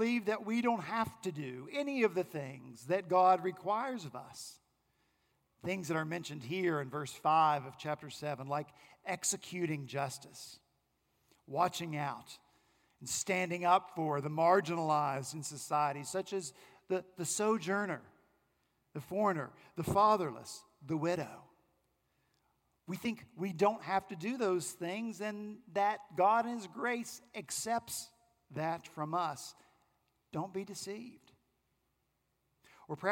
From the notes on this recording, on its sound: Our senior pastor at Redeemer Presbyterian Church in Charleston, SC, preached